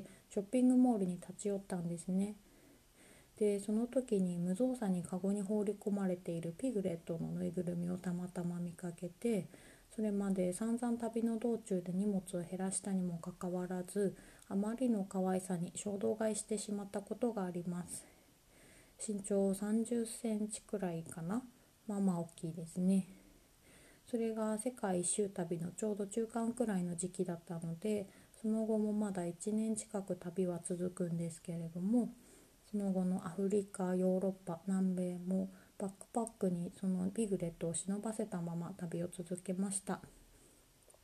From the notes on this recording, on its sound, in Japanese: 朝一番に収録したため、やや音量が小さめです